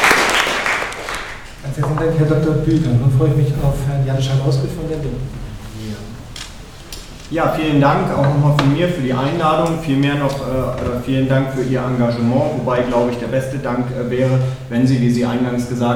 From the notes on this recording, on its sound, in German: Podiumsdiskussion Medinetz am 16.10. 2018 in Marburg. Mitschnitt der durch MediNetz organisierten Podiumsdiskussion.